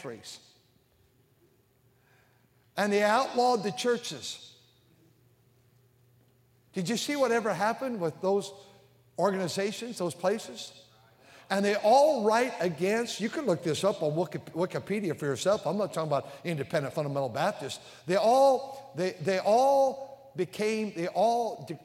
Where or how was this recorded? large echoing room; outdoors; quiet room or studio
large echoing room